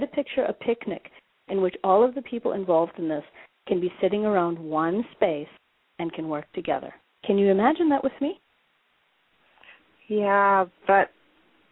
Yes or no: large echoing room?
no